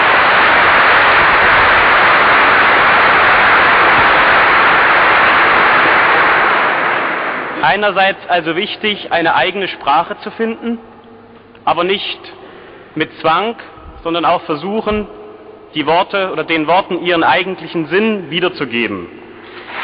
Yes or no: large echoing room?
yes